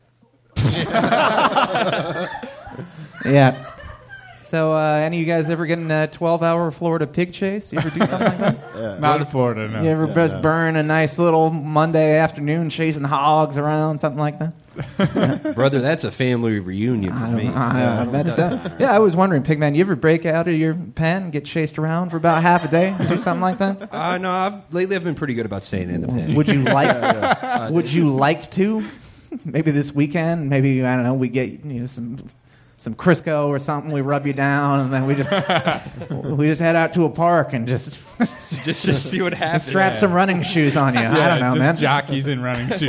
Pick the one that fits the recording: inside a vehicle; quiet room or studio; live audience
live audience